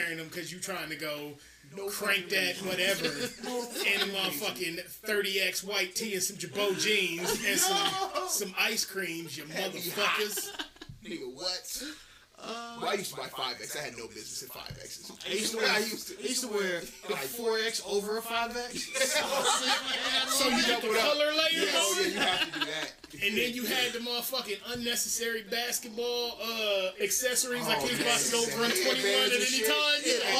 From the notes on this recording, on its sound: (We apologize for the audio quality, we were just having so much fun we kinda neglected that part).